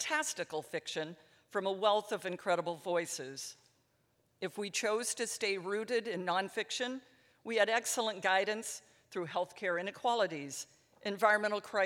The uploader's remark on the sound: 2022 Va. Festival of the Book. Take center stage at this Festival headliner event.